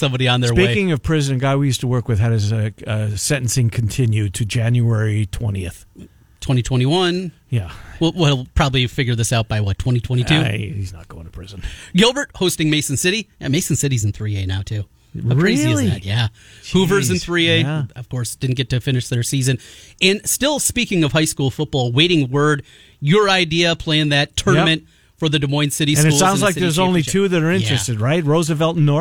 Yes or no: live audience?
no